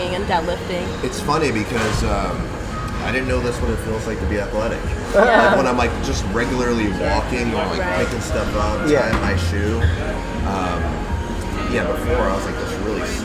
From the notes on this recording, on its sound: Live Podcast At The Gym. This is the very first ever live podcast for On-The-Go Voice. We interview members LIVE within the 24 Hour Fitness gym in Channel Islands.